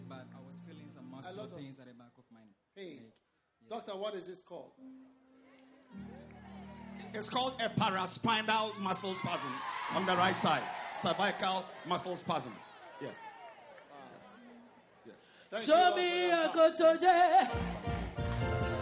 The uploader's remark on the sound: Preached at a Healing Jesus Campaign in Goaso, Ghana.